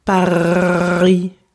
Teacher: That air sound is like a gargle. There's kind of a soft contact at the back of your throat and there's no tension in the back of your throat. · Term: first R sound